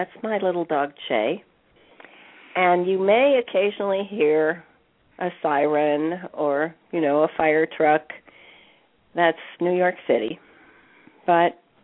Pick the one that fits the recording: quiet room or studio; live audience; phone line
phone line